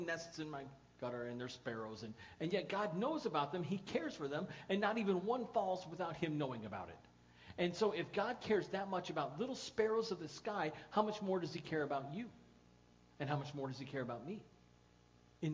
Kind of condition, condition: setting, large echoing room